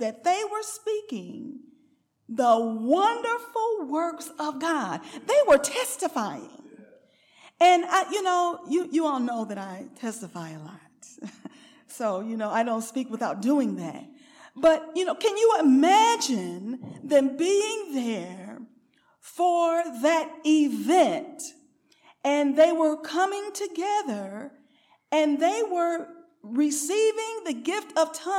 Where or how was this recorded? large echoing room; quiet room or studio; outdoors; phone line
large echoing room